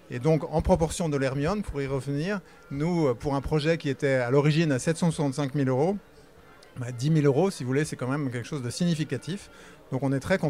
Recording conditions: busy venue